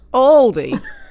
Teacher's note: many people tend to drag out the A syllable, which would be Aldi, wouldn't it?